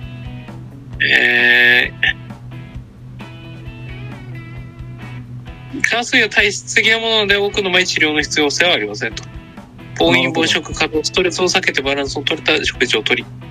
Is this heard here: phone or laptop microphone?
yes